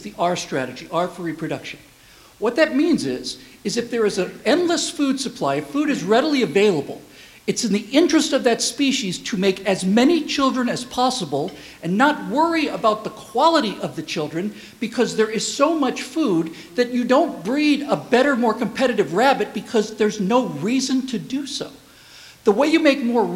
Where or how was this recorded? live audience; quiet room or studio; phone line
live audience